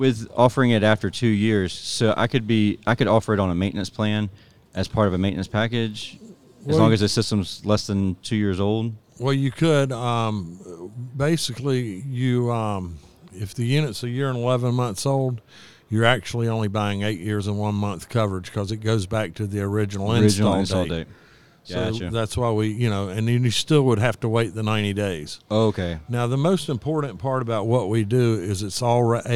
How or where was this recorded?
busy venue